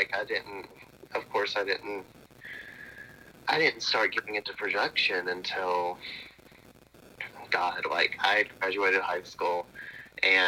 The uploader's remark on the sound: burnt the phone lines